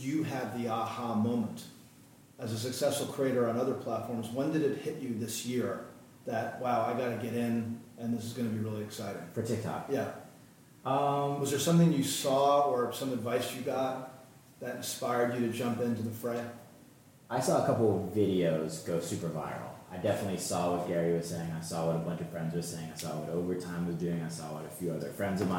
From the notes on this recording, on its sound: Recorded during the 2019 Columbia University Sports Management Conference